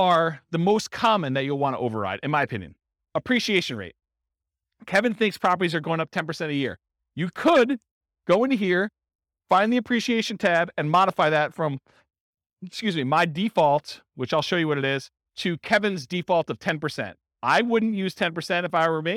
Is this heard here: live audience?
yes